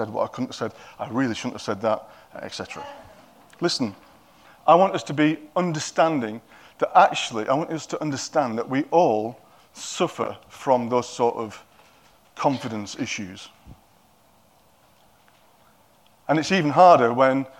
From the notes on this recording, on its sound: At King's Church, Cockermouth, as an audio file.